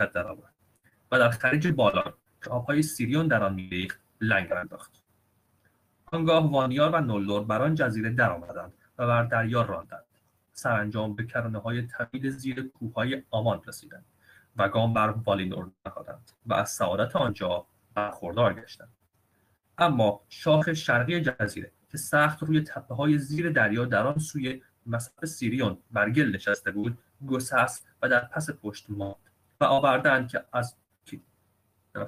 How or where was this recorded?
video call